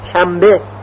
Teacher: مثلا در تلفظ کلمه شنبه میگوییم شنبه، و یا در تلفظ کلمه انبر میگوییم انبر. نون رو تبدیل به میم میکنیم.